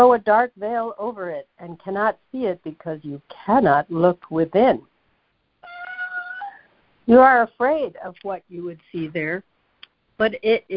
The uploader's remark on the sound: ACIM Daily Conference Call.